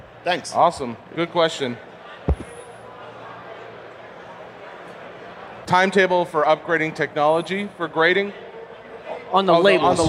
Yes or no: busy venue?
yes